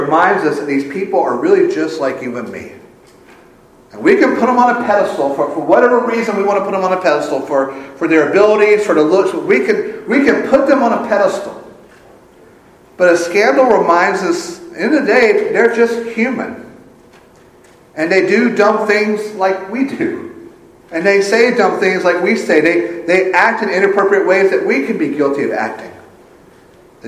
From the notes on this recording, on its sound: Full service is recorded